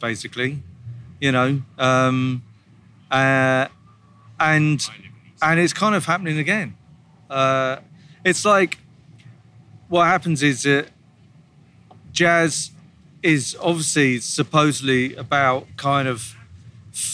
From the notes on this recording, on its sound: recorded on a rickety bench on a Saturday afternoon in Los Angeles at Primavera LA